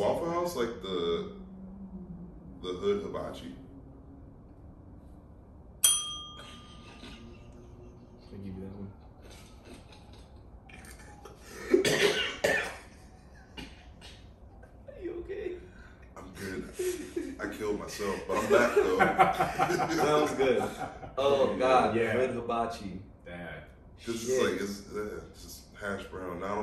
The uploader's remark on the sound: There was a glitch with OBS (the audio software) and we had to use the backup audio for this episode.......again(we are going to switch software going forward).